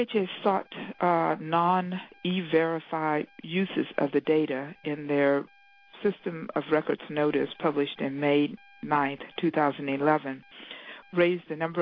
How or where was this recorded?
phone line